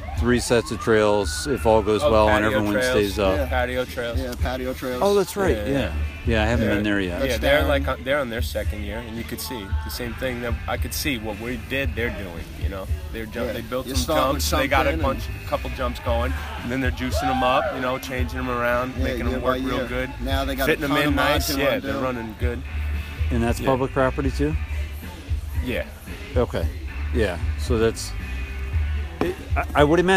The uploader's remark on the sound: The interview took place at the Flatlands trails. Plenty of trails sounds happening in the background!